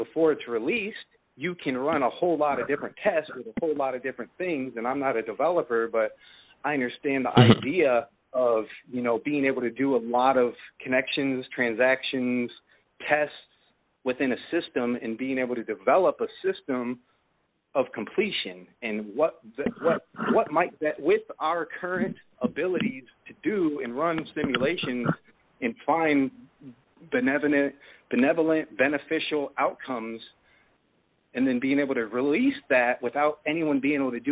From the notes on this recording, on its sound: It's a call-in show